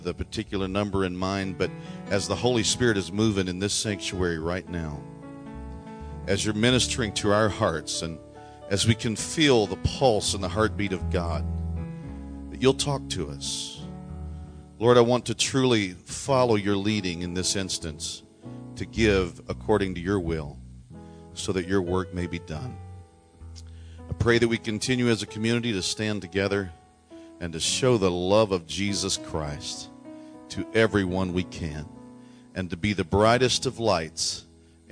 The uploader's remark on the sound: COMMUNITY THANKSGIVING SERVICE - 2016 - Audio. This annual event from the Lake Granbury Ministerial Alliance, hosted this year at Generations Church.